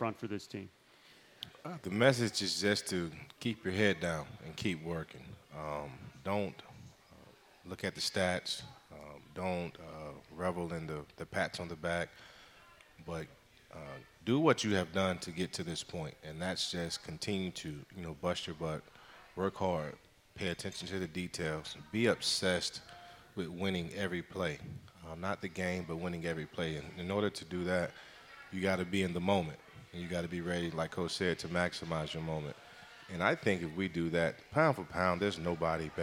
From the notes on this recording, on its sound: Live from the County Seat in Downtown Lillington, it's Camel Call Live.